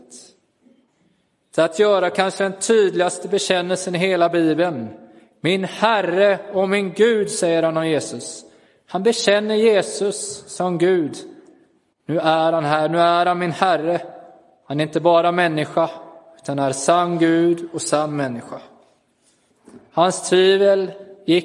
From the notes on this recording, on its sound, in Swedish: Inspelad i Roseniuskyrkan den 16 april 2023.